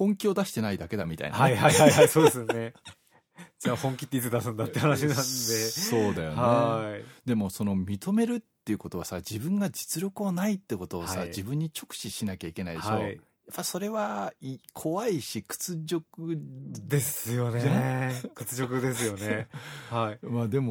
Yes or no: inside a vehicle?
no